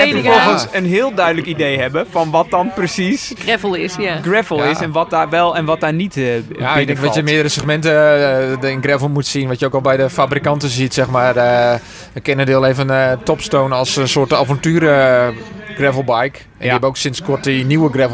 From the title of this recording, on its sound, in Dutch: Live vanuit Epe bij het eerste officiële NK Gravel